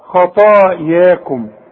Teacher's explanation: المد بتاع الطاء ده فخمه خطا والمد بتاع الياء رققه